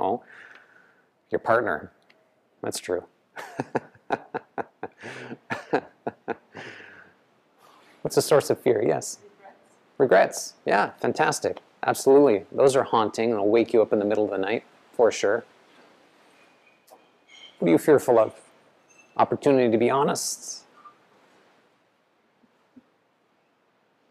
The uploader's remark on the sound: The live recorded lecture took place before a yoga practice at Peace Retreat in Los Pargos, Costa Rica in January of 2022